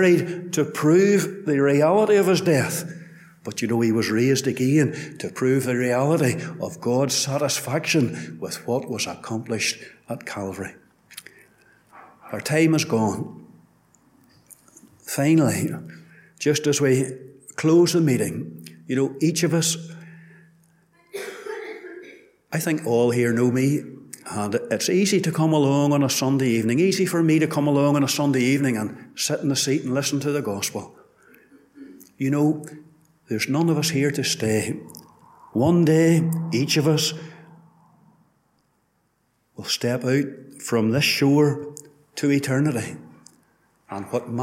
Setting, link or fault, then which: setting, large echoing room